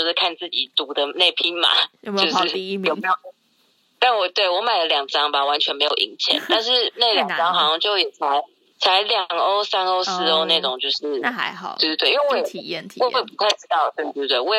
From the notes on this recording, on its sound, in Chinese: 第一次嘗試電話錄音，希望音質不會太糟